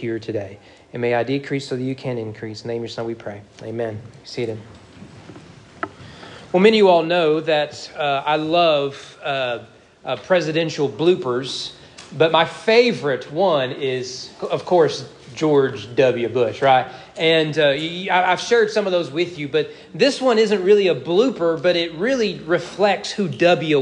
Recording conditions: large echoing room